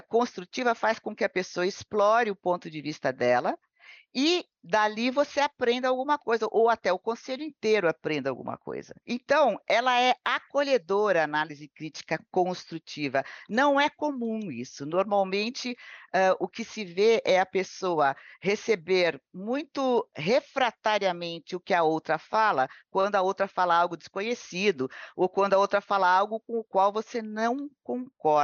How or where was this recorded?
video call